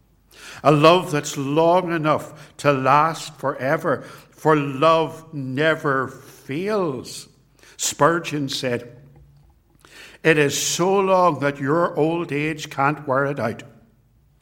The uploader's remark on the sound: This sermon was preached at Ballymacashon and Templepatrick Reformed Church. It was recorded at TRC.